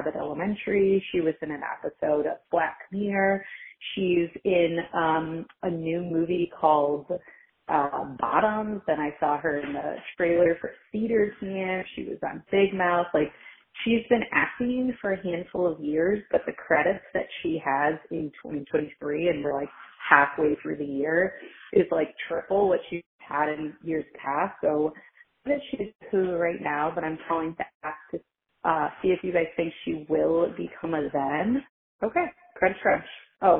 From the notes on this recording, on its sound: take your calls